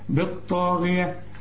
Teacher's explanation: أعلى درجات التفخيم الطاء دي بالطاء، والغين آخر درجات التفخيم لأنها مكسورة